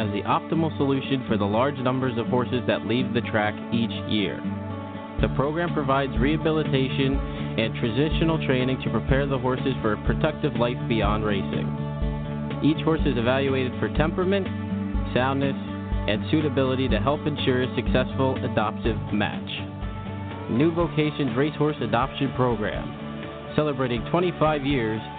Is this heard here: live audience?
no